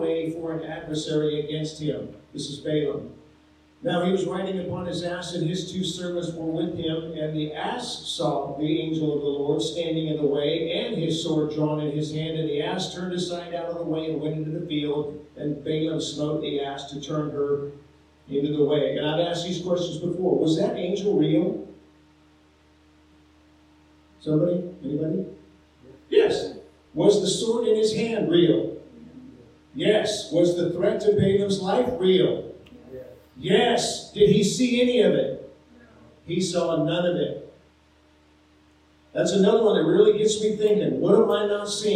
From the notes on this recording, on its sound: Sorry for the poor sound quality on this episode.